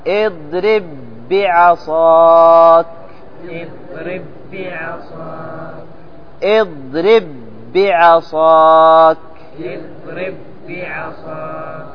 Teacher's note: الآن معنا مثلا اضرب بعصاك، باء وباء، فإننا نضغم الباء الأولى في الثانية فنقول اضرب ب، ثم تكمل اضرب بعصاك. لاحظ هنا أضغمنا الباءين الأولى في الثانية فصارت باء مشددة